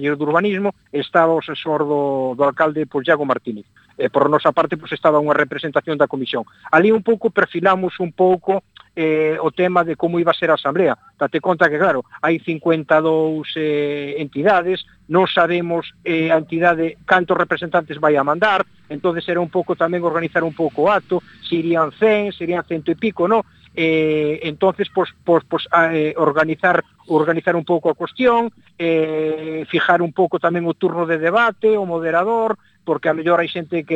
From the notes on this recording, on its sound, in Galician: CUAC FM. Hoxe tivemos conversas ben interesantes por teléfono.